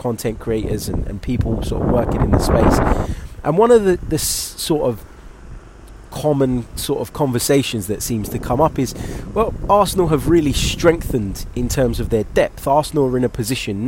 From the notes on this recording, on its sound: Sorry for the wind!